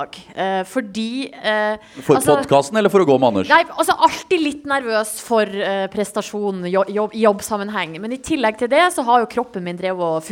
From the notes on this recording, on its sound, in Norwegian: Holmenkollmarsjen live fra Kikutstua. Spilt inn live på Kikutstua.